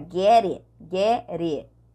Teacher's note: O get, it, o T vai ficar com som de R. Então vai ficar get it, get it.